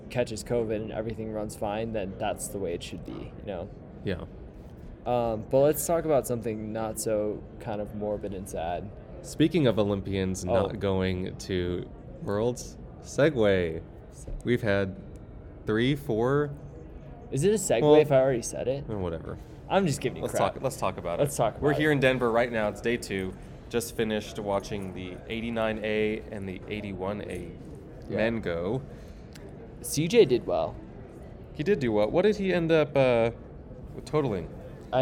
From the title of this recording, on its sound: Live from AO Finals